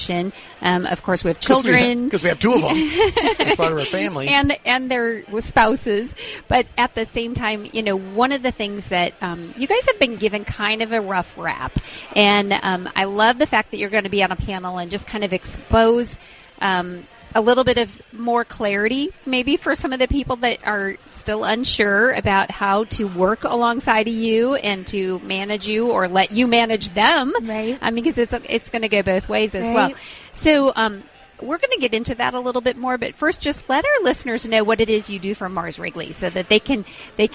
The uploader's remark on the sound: From our time at this year’s Workmatters Conference in Rogers, Arkansas to grab a bevy of interviews